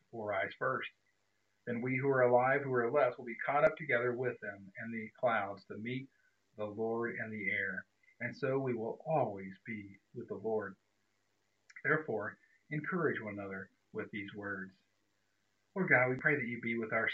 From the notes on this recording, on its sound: Pardon lower audio - had to be re-recorded due to technical difficulties.